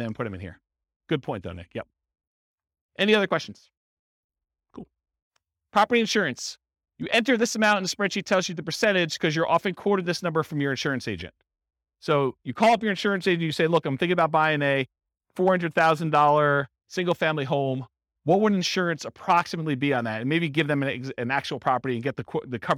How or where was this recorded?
live audience